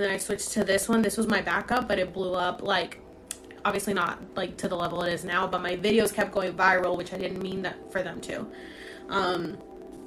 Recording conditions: background noise